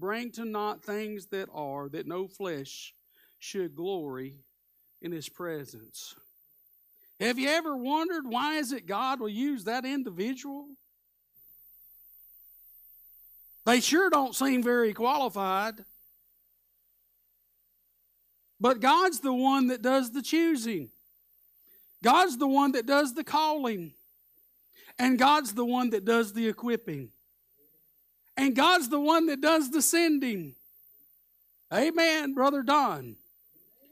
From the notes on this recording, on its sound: Live Sunday Morning Service